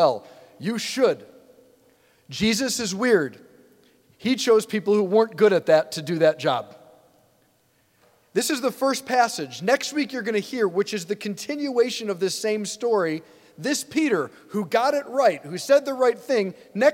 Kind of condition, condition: setting, large echoing room